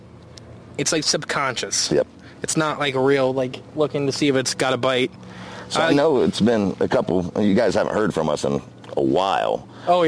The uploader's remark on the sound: Live at the Lake! We do this ep live at the like with a very special guest!